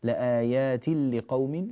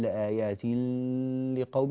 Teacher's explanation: لآيات لقوم، لا تقل لآيات لقوم، لا يوجد غنة هنا، وإنما هذا إدغام بغير غنة · Shown in: first take